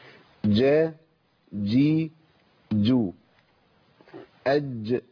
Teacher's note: وسط اللسان في نطق الجيم بالذات ارفع وسط اللسان دي ويلتصق التصاق كامل